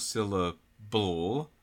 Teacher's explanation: There isn't really a vowel between the b and the l. We just go straight from b to l. And so that l is the syllable. · Term: syllabic L